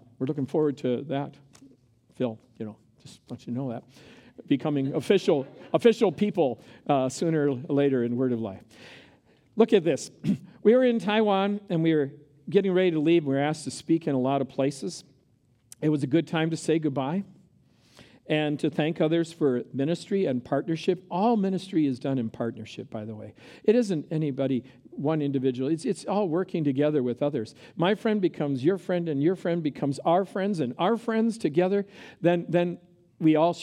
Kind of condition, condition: setting, live audience